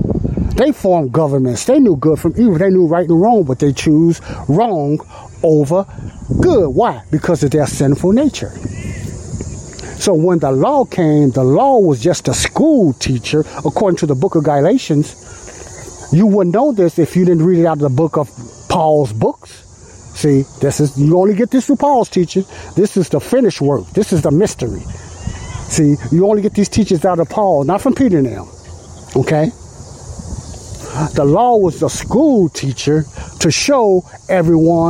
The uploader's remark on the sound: I'm sorry for all the noise and Wind sounds in this Audio podcast but I done this show outside at a Park and it was real windy